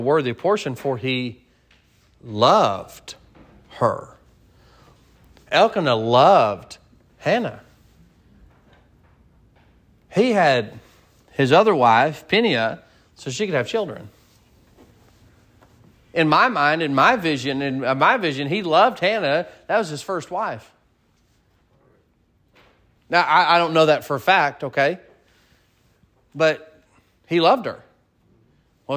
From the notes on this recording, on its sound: Sermon preached at Mid County Baptist Church